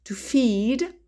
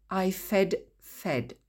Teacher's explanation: À l'infinitif, on entend I. Au prétérit, ils font tous le son E.